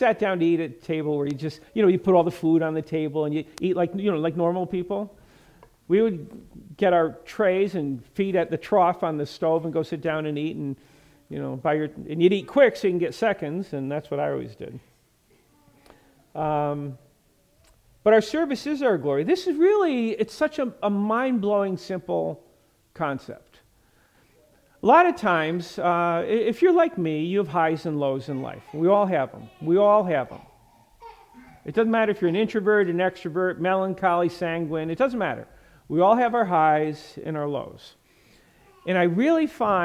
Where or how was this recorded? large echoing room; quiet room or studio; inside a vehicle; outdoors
large echoing room